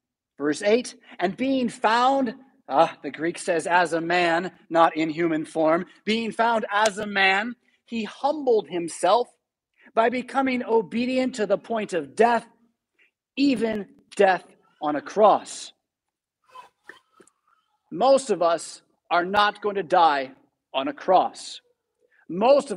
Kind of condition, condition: setting, large echoing room